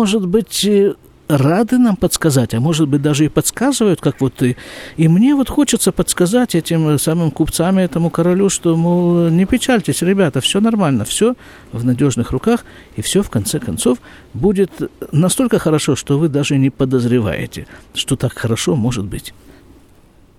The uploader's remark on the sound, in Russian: Запись из сукки.